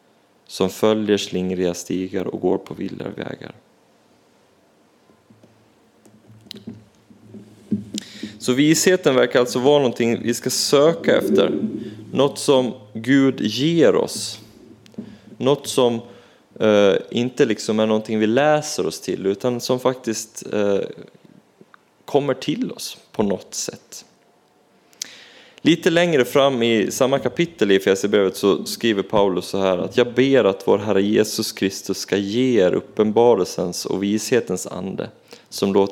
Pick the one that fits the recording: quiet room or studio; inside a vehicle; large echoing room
large echoing room